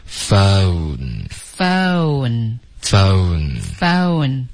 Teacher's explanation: 然后这个 o 结尾在顶舌尖发一个嗯的鼻音 phone phone phonephone。对 phonephone，千万不要发成 phone，OK。不是凤嗯的这个音，是 own phonephone，对 OK、hang up 这个很常见，还有一个大家需要多注意，就是 hangout，OK，我们顺便说这个词组 hangout 可能是最常见的一个这个连读因为它就是代表一起玩的意思，一块待在一起，一块玩，对、嗯、所以中文会说，哎，你今天打算跟怎么，然后就说我跟 Henry 老师出去玩，那这个就是 · Term: 双元音